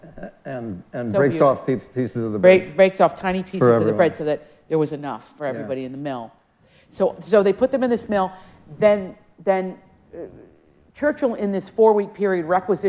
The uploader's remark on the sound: In this live audience episode.